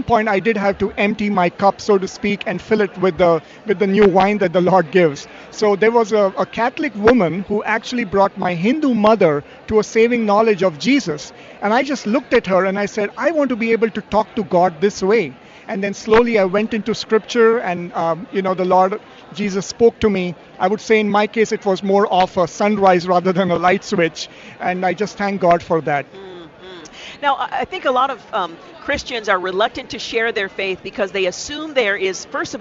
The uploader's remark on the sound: Join us as we broadcast live from Mission Connexion 2018, at Rolling Hills Community Church in Tualitan.